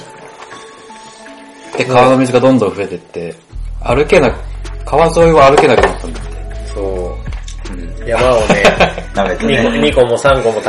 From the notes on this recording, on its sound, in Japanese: 音質注意 今回雑音多めです。